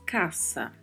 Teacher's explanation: a particularidade de pronúncia da letra S, né, que está entre duas vogais, no entanto, em espanhol permanece com som de S